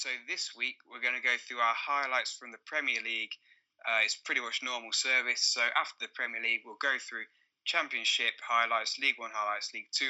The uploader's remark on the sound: Apologies for the late release and lower sound quality on this week's show. We both had to record this whilst on holiday.